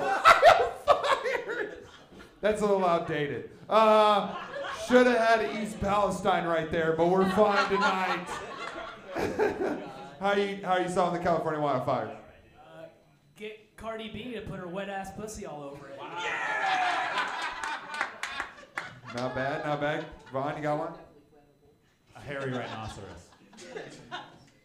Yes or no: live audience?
yes